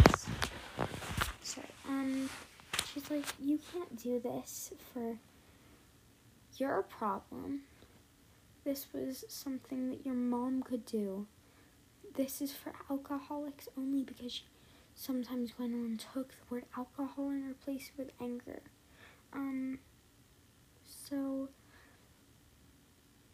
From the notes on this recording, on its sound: the audio was SO BAD I’m so sorry!